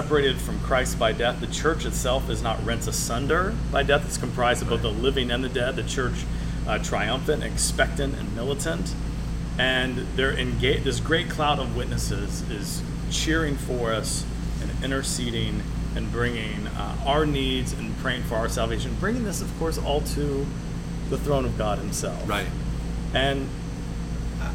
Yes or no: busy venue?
yes